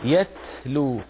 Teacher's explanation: تاء ساكنة شديدة تاء مهموسة